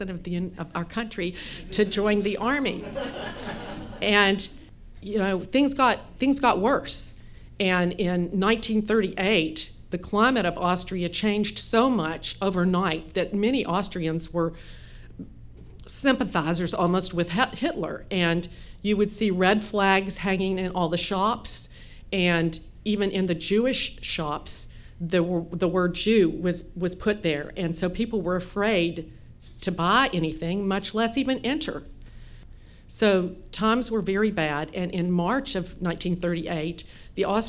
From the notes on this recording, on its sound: at an All Y'all live storytelling event on Saturday, March 12, 2016